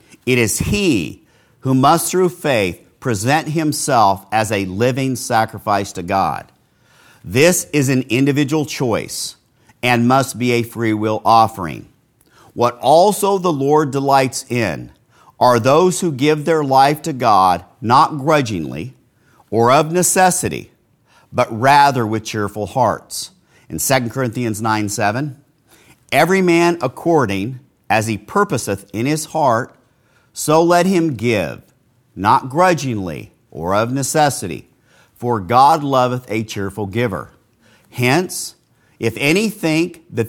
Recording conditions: large echoing room